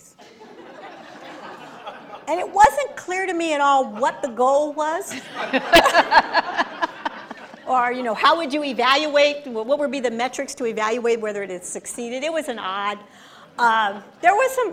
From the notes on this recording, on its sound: Recorded in front of a live audience.